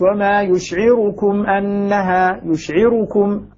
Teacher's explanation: يشعركم ضمة خفيفة. نعم. سريعة. · Term: الاختلاس